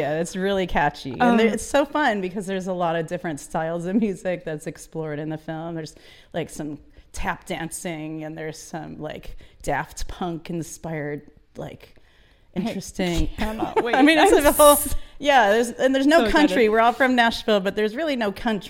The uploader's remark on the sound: We Make Movies Intl Film Festival LIVE. We are live, on-location at the Broadwater for We Make Movies International Film Festival.